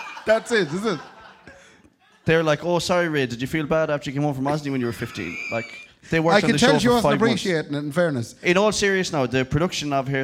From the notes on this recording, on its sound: live at Anderson’s